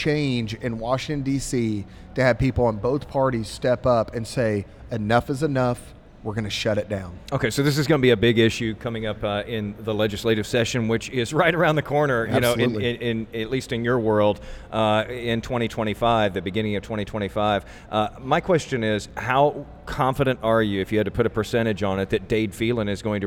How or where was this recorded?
busy venue